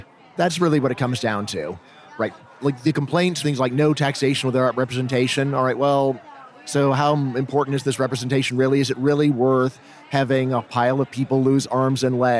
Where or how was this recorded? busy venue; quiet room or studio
busy venue